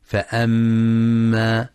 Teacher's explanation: وينتبه لغنة الميم المشددة في فأما، فهي أكمل ما تكون فيها